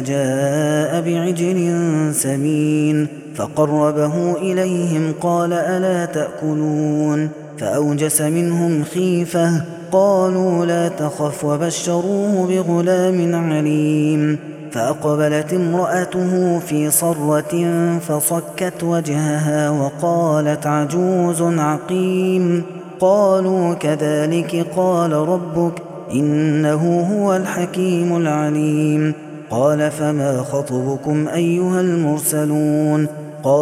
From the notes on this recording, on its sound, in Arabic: هذا التسجيل من صلاة التراويح